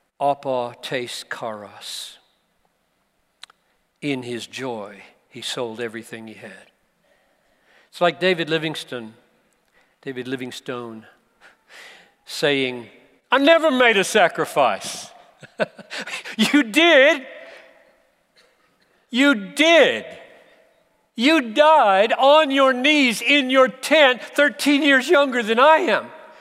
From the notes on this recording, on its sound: preached this message at the Bethlehem 2019 Conference for Pastors + Church Leaders in Minneapolis